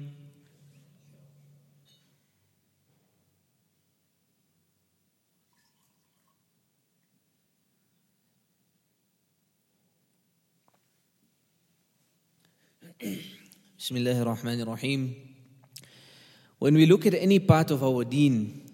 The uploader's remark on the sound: at the Houghton Masjid (West Street)